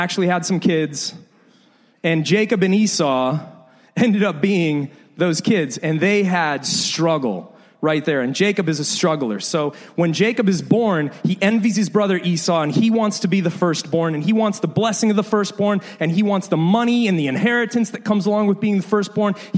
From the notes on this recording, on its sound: This is the second in a series of sermons we recorded a few years ago. Preached several years ago at LIFE Church in Bexley, Ohio.